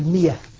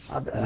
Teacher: الهمزة المفتوحة بعد الكسر يسمعها ياء يحولها تتحول إلى ياء مبدلة من الهمزة